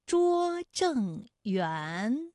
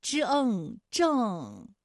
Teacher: 园的韵母是乌安，它就是前鼻韵母。政是后鼻韵母